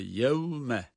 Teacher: Vav da dudaklarına çıkardık